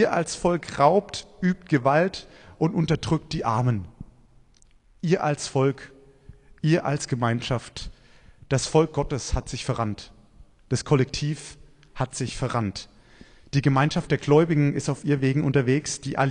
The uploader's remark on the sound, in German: Predigt beim Buß- und Bettag in Kraichtal 2023